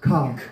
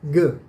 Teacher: Wir stoppen an derselben Stelle die Luft, aber wir lassen die Explosion weich. · Term: harten Konsonanten